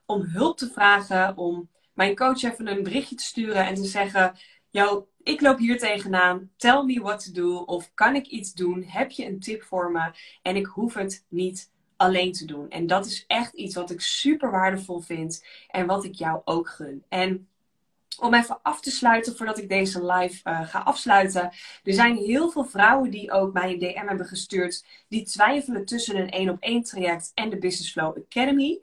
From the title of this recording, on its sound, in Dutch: Insta live opname